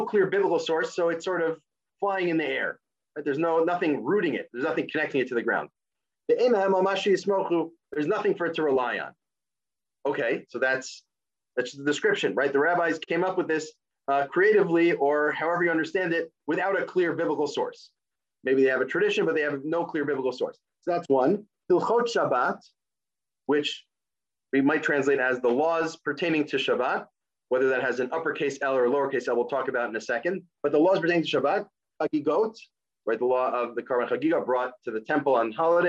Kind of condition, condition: link, video call